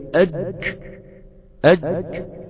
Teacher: الجيم بتخرج من وسط اللسان مع ما يقابله من الحنك الاعلى، يعني الجيم بتخبط في الحنك الاعلى بيحصل له ايه؟